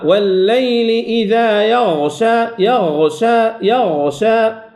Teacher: تعطي للغين جهرها وكذلك للشين همسة